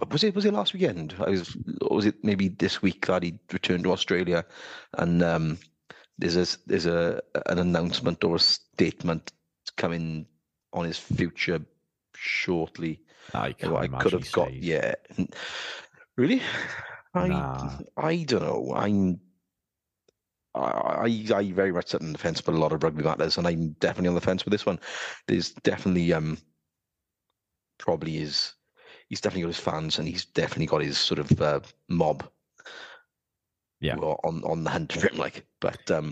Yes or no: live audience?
no